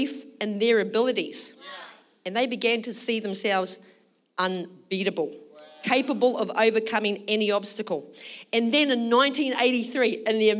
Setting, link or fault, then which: setting, large echoing room